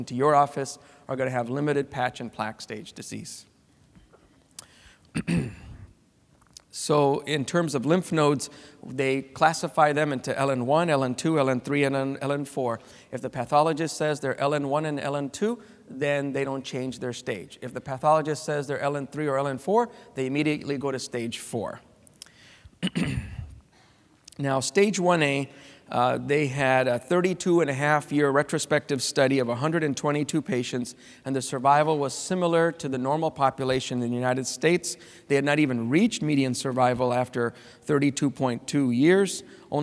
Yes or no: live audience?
yes